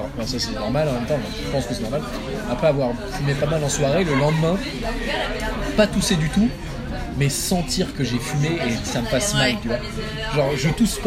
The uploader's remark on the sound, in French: La conversation qui va suivre a été enregistrée en mars 2018 à l’iPhone à une terrasse de café. Je vous la livre sous sa forme la plus brute. La qualité n’est donc pas au rendez-vous.